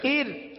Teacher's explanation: اس را کو ار والی را کو باریک پڑھیں گے، کیونکہ را ساکن سے پہلے زیر ہے، لہذا را کو باریک پڑھیں گے.